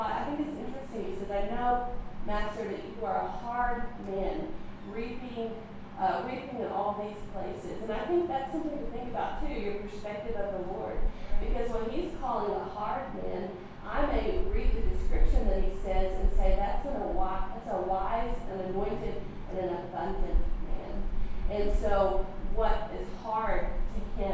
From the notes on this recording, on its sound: recorded at our June monthly gathering